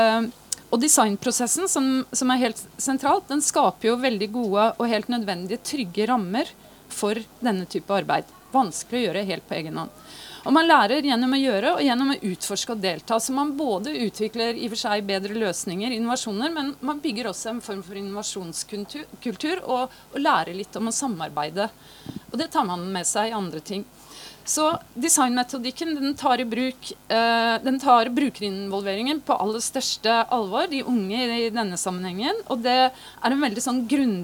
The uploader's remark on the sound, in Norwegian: opptak fra Arendalsuka 2023